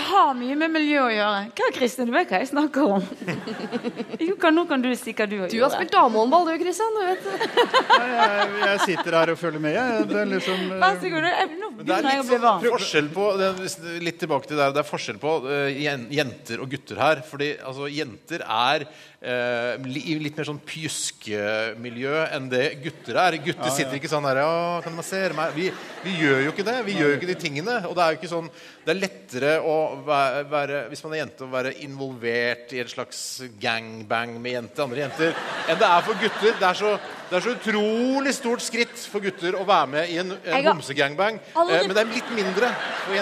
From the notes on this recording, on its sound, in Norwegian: Lørdagsrådet live fra Chateau Neuf. Opptak fra live-show på Chateau Neuf.